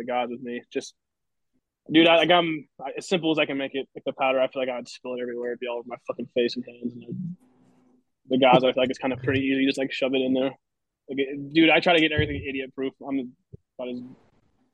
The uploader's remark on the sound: LIVE!! BEER:30 Zoom Room Part 1. This is the first ever, recorded live, beer:30 episode.